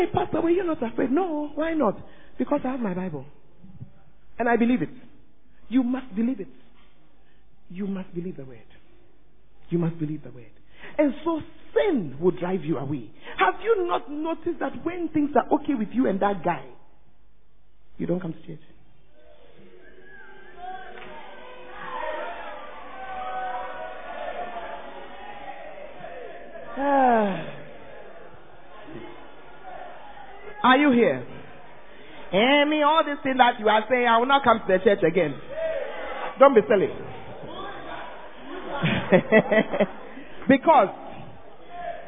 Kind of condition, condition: setting, large echoing room